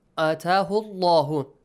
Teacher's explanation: the letter lam in the word Allah is pronounced heavily